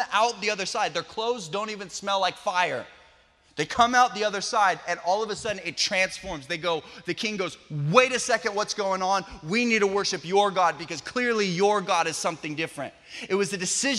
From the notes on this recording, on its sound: special message taken from our Sunday Night Live event